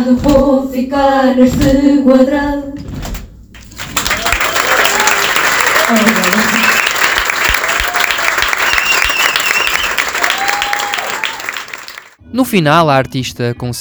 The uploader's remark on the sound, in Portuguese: ao vivo no “Maus Hábitos”